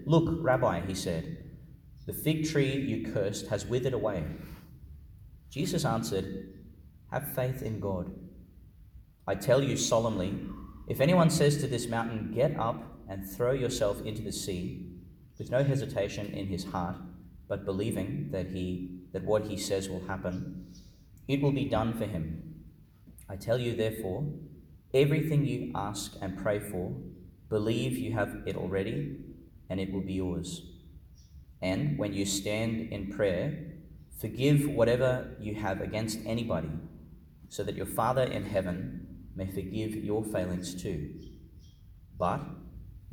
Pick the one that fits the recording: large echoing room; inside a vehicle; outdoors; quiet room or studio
large echoing room